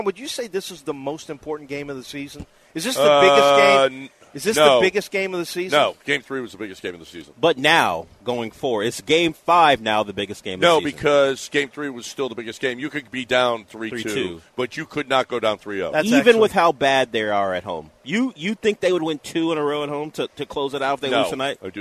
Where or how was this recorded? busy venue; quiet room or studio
busy venue